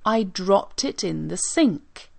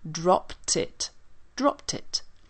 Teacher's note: The end of dropped, even though it finishes with a D, sounds just like a T. And then you have the word it following it.